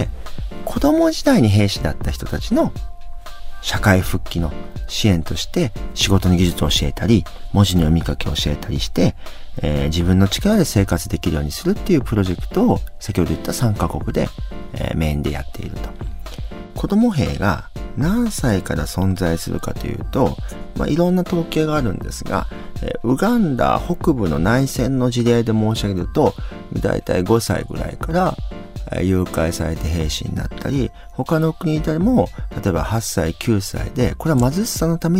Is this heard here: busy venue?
no